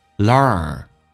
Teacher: 有人鼻音先发了 long，所以那个卷舌音就卷得不好。美式发音需要重度卷舌